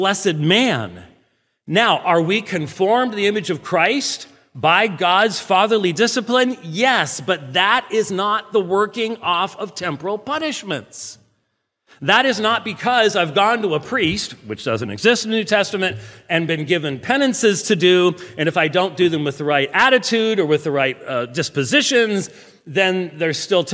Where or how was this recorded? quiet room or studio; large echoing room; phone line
large echoing room